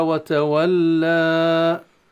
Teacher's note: زاد في الألف قليلا، هذا يسمى لحن خفي. ولحن ولحن، ولكن لحن خفي، لكن لو زاد كثيرا وقال وتولى هكذا فقد يدخل في الجلي، لأن هذه يعني خرج عن الشيء النسبي إلى شاذ، فأصبح كأنه مد طويل، مد كالمد اللازم والواجب، فهذا لا يصح.